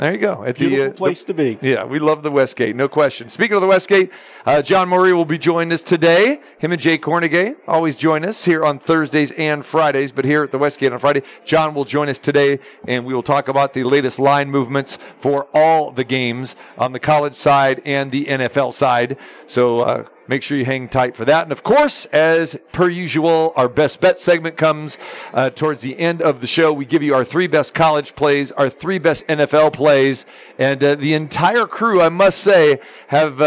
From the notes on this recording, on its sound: live from the Superbook at the Westgate